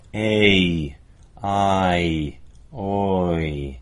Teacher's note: So they start at one vowel and slide toward another one. · Term: diphthongs